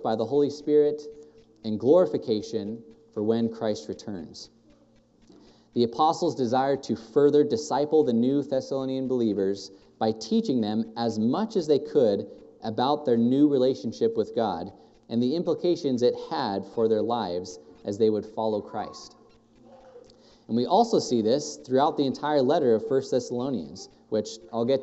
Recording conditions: live audience